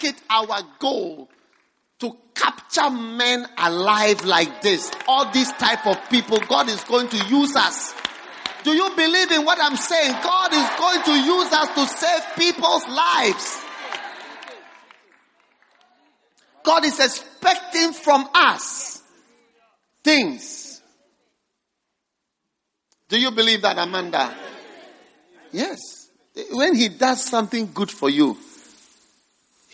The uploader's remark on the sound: Preached at the First Love Center.